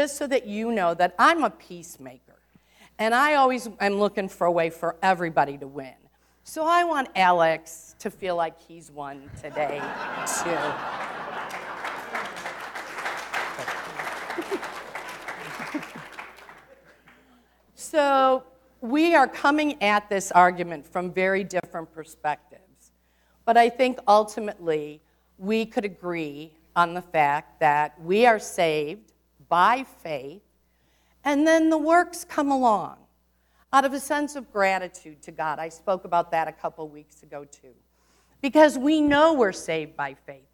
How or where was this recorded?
large echoing room